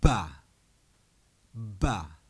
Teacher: These are long and short consonants, the long ones occurring first.